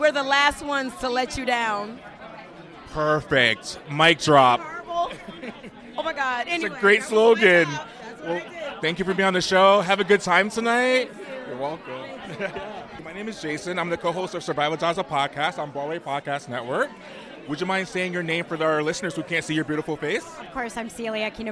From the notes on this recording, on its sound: Live from "Days of Wine and Roses" Opening Night Red Carpet. The episode opens with a MIC CHECK.